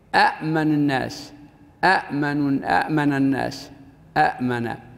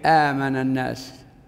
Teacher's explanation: وفي هذه الحال تلتقي همزتان في أول الكلمة، الأولى مفتوحة والثانية، الأولى مفتوحة والثانية ساكنة، فالحكم في العربية أن تبدل الثانية ألفا رأسا · Shown in: second take · لا غير ذلك، فتبدل الثانية ألفا كما نقول من أتى أتى ثم ننطقها آتى، وهكذا آمن تصبح آمن الناس، فهو آمن الناس.